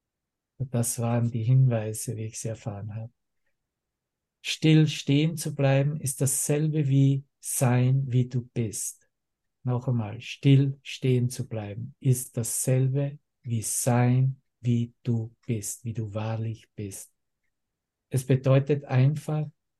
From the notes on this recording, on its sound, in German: Zoom-Session. Veranstaltet von der Aleph Akademie.